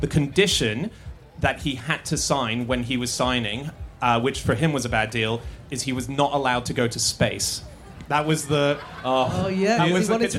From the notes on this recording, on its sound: Live from the Wilderness Festival